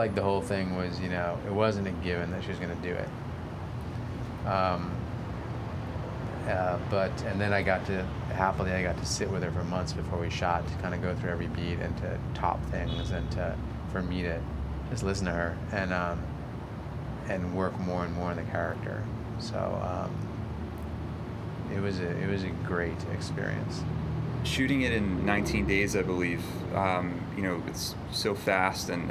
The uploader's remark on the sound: A press conference featuring actors.